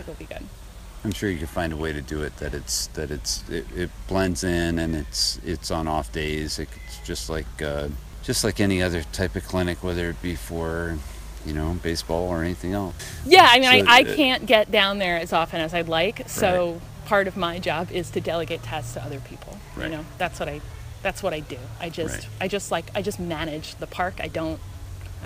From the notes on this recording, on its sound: Recorded at the Cody Diggs trails during the … (IG handle) benefit jam.